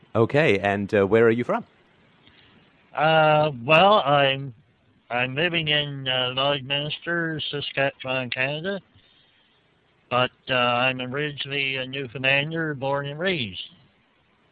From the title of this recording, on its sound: Call In show